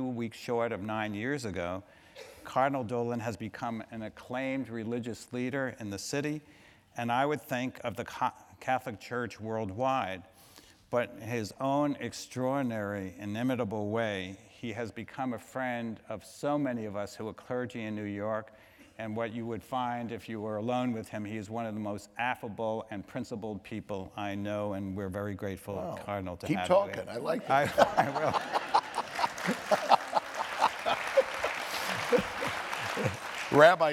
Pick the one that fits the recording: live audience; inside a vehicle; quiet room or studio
live audience